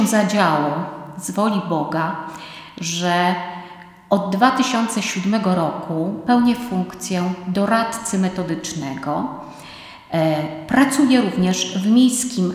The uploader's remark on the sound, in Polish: Nagranie pochodzi ze spotkania, które odbyło się 28 marca 2022 roku w Centrum Kultury Prawosławnej w Białymstoku w ramach cyklu Wszechnica Kultury Prawosławnej 2021/2022.